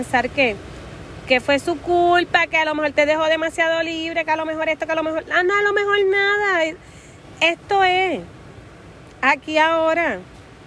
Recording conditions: outdoors